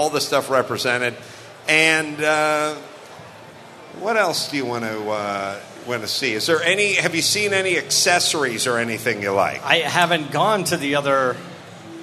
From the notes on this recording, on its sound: Live from Optima Batteries at SEMA 2017. A live CarCast from the Optima Batteries booth on Day 1 of SEMA 2017.